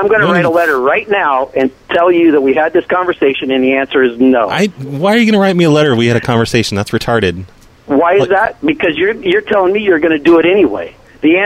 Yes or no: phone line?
yes